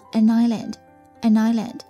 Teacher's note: 注意的地方，这里的 an island 连读